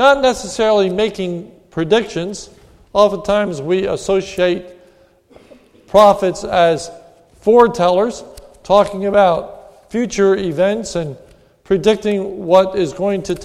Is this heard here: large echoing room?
yes